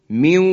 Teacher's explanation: من واقن به این شکل ادغام میشه. میواقین، نون از بین میره، حرف واو مشدد میشه و دو حرکت هم غنه